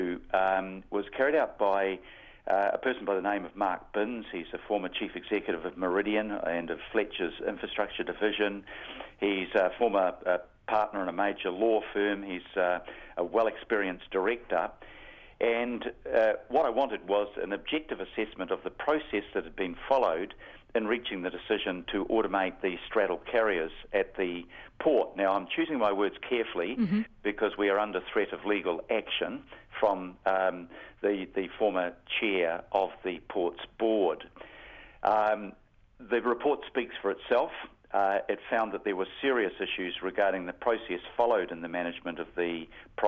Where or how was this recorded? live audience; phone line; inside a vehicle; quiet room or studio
phone line